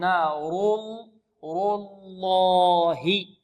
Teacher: إذن الراء مفخمة واللام من لفظ الجلالة مفخمة